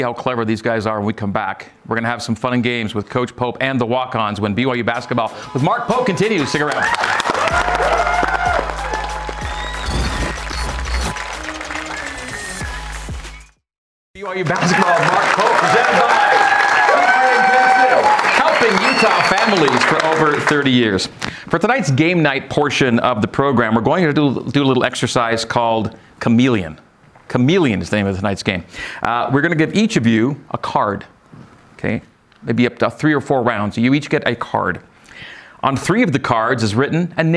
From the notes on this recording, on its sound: a live audience